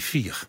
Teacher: In het Nederlands wordt die E een I